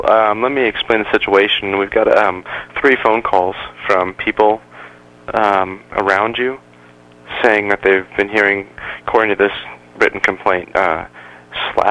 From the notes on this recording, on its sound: Prank Phone Calls Collection